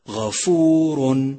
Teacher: وضعت على الراء ضمتين ولكنك نطقت نونا ساكنة · Term: التنوين